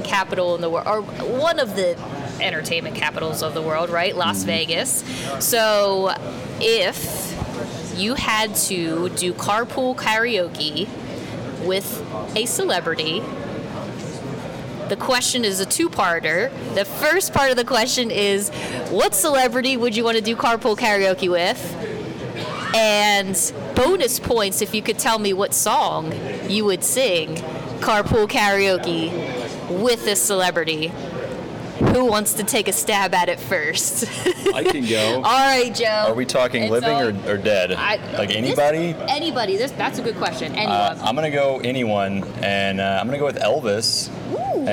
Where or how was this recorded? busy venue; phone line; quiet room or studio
busy venue